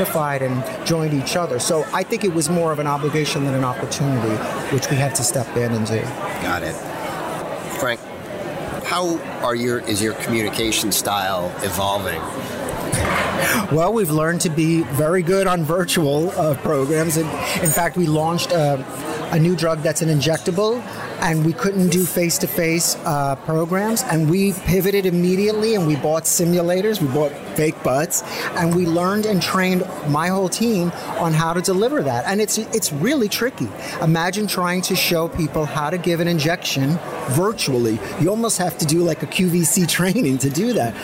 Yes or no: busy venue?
yes